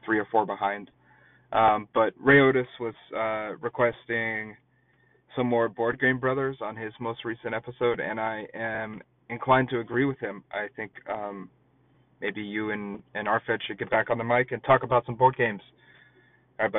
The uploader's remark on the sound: Call ins